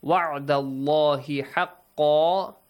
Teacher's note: Allah is pronounced heavily.